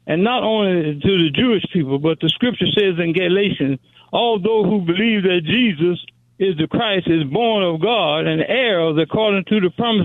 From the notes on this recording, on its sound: Open Phone Friday Continues! Continues to take your calls for Open Phone Friday!